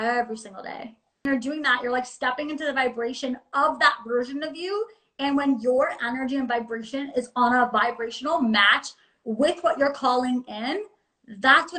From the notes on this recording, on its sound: a clip from an instagram live interview